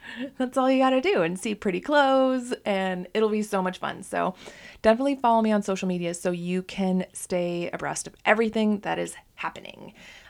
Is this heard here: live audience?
no